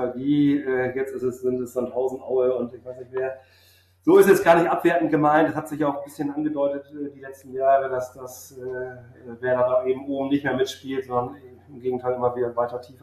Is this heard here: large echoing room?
no